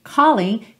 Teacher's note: calling, teria o call muito mais forte do que o ling. Mas para poder dividir na rítmica da música, então fica you're calling to me.